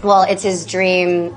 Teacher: Fijaos que la H prácticamente no la pronuncia